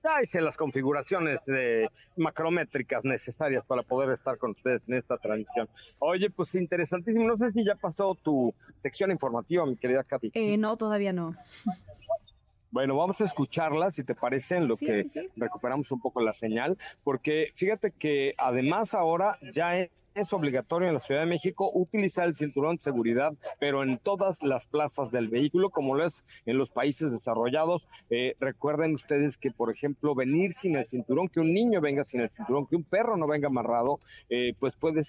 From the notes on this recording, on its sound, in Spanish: en vivo y en directo desde Barcelona en la presentación de la nueva gama de CUPRA